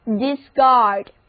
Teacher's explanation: 音成为跟它对应的浊辅音的音所以这里 card 的 k 就改发为 g